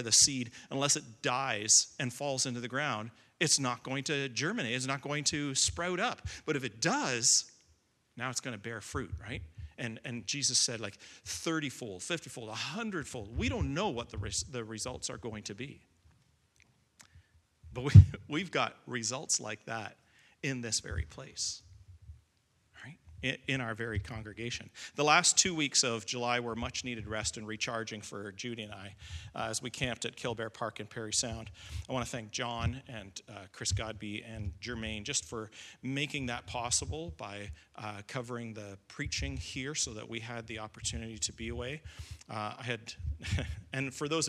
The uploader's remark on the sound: Recording of Sunday morning service